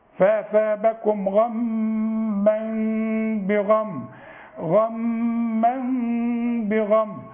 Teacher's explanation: شوفي هي غما الميم مشددة غما وبعدين في تنوين غما وبعد التنوين باء يحصل للتنوين قلبة ولذلك تلاقي فوق الميم ميم ثانية متشالة فتحة ومرسوم بدلها ميم عشان بيقولك هنا اقلبي اقلاب هنقلب التنوين الى ميم ونقفل الميم ونقولها